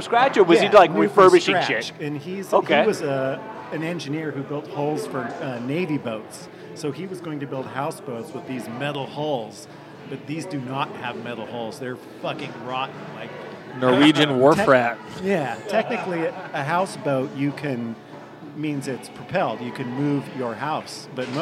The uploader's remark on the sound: Recorded live at Eastlake Zoo Tavern with absolutely no view of a lake so don't ask. Don't you dare call it billiards since this is a snooker table, bitch.